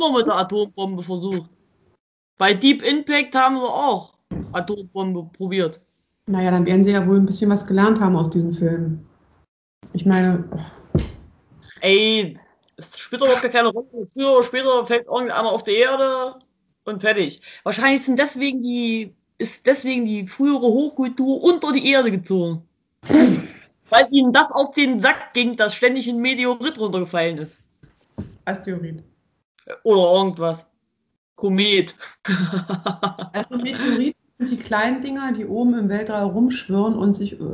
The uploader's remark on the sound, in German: Meine Schwester und ich skypen.